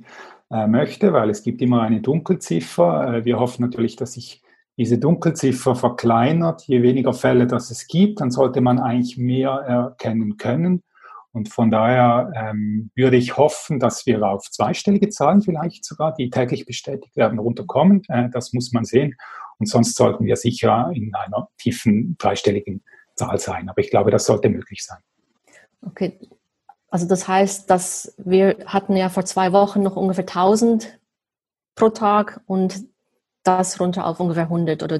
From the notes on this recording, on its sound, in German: Die Veranstaltung fand online über die Anwendung «Zoom» statt.